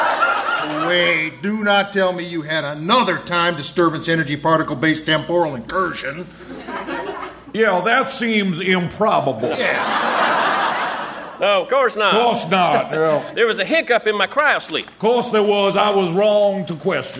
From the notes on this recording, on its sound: Recorded Live 3/3/2012 at Largo, Los Angeles.